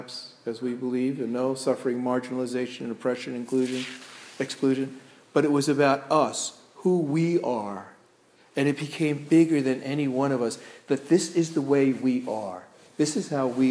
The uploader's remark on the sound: This sermon was delivered at Crossroads Presbyterian Church in Waterford, CT.